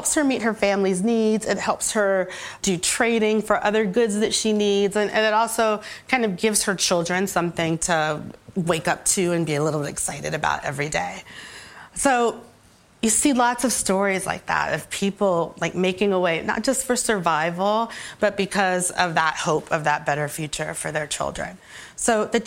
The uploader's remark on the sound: On stage at BoF VOICES 2022.